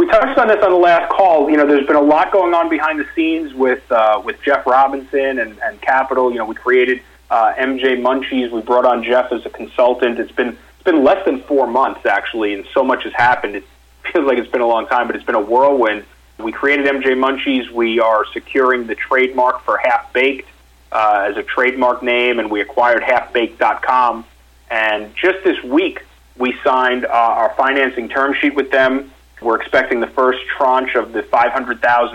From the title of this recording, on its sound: Investor Conference Call with Nightfood Holdings, Inc. (NGTF)